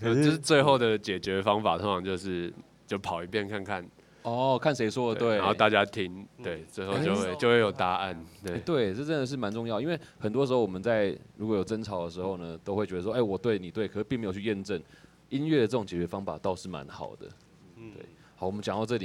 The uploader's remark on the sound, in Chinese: 黑熊部落音樂祭》的 live podcast 紀錄，特別收錄了大自然的風聲和雨聲。在一片窸窸窣窣的風雨聲中克難訪問。